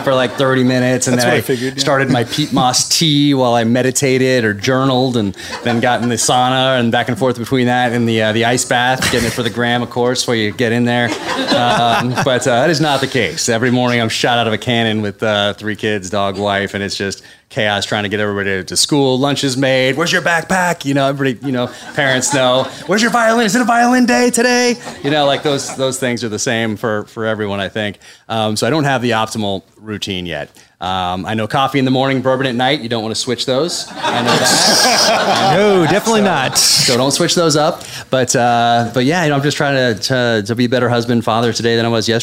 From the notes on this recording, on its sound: Live from Murder by the Book. Some stellar audience participation.